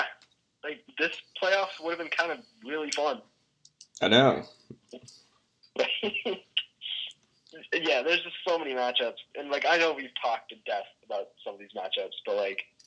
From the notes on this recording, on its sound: over the phone